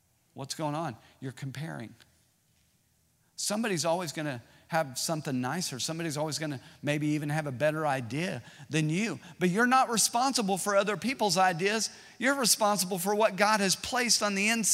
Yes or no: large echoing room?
yes